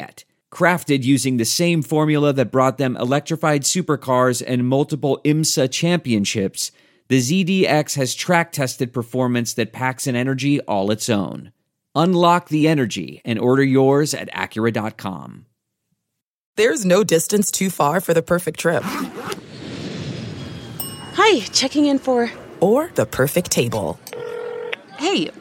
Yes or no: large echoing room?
no